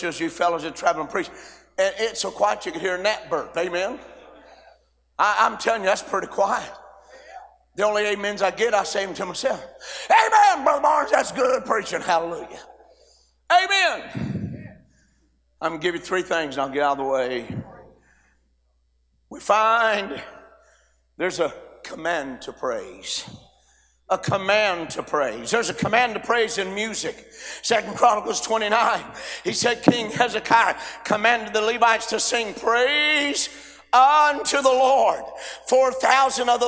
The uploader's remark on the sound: A sermon preached Monday Afternoon during our Spring Jubilee, on March 27, 2023.